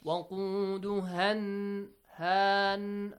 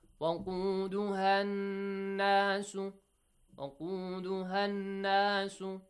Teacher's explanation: alif mad, long vowel, will be changed to short vowel · Shown in: second take · Short vowel.